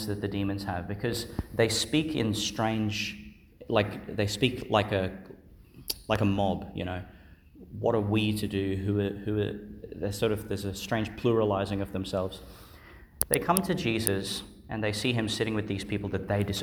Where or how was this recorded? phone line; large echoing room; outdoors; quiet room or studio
large echoing room